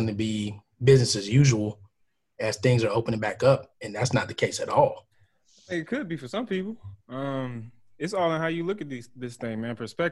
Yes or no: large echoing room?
no